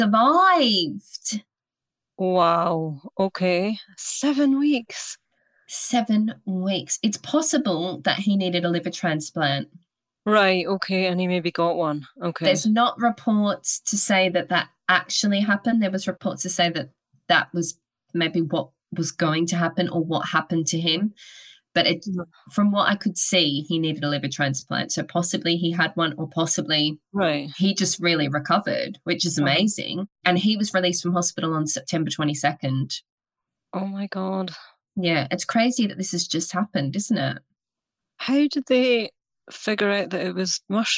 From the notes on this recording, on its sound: We recorded this one on Zoom so it's a little bit glitchy this month.